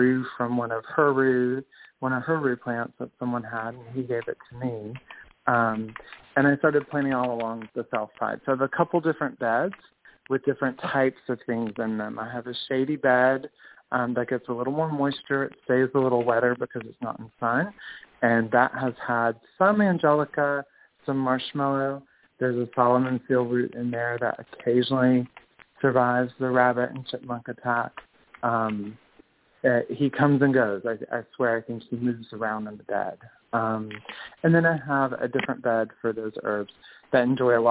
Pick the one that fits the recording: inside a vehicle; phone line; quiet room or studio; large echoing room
phone line